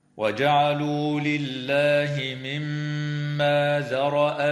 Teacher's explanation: تغن الميم المشددة في كلمة مما بمقدار حركتين